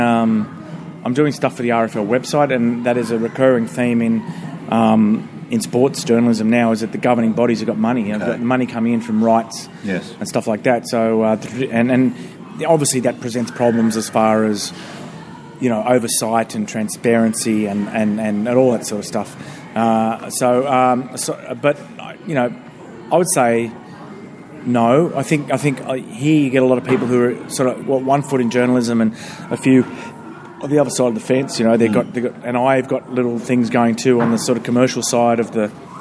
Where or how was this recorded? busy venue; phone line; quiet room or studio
busy venue